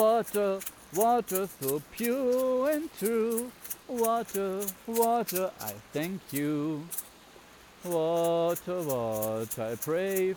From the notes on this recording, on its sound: With binaural microphones of a water prayer that was made by a clean river in Madeira. The show contains singing and spoken word without scripts.